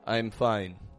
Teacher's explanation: what we want to do is raise your tone in both the words I'm and fine. I'm fine. It makes a huge difference if you raise your tone in those words.